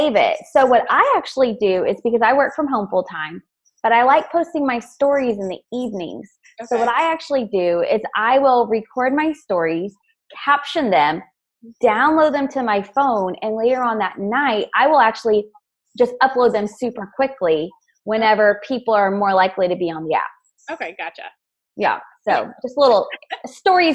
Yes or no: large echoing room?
no